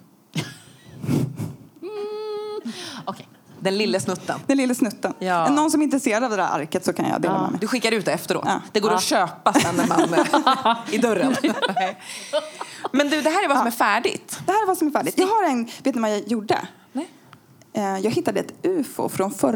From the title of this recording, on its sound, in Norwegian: Live i Oslo